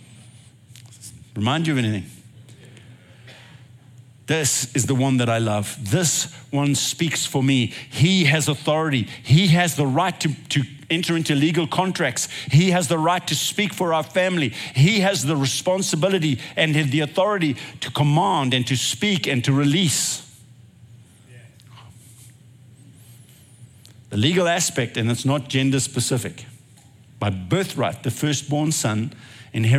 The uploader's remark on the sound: recorded at Northlands Church on June 18, 2023